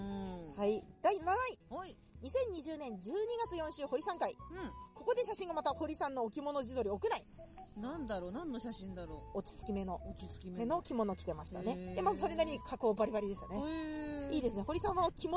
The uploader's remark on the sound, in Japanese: 今週はロケ収録です。中野・四季の森公園にて。紛れ込むさまざまな音も含めおたのしみください。